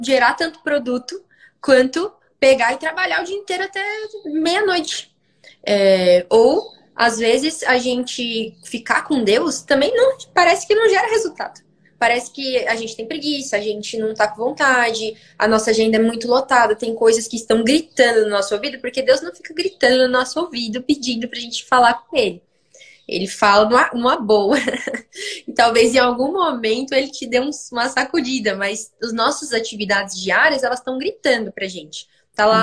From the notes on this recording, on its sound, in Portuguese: uma live no seu Instagram regada a café